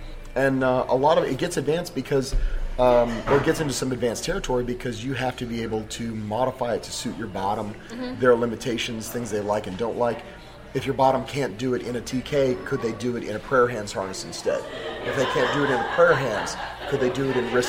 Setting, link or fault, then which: setting, busy venue